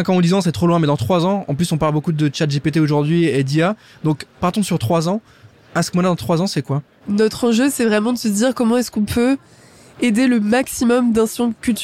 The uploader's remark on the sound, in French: en direct du salon Go Entrepreneurs